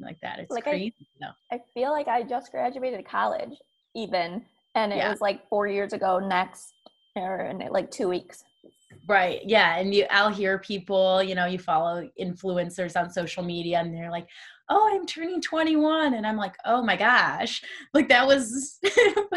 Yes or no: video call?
yes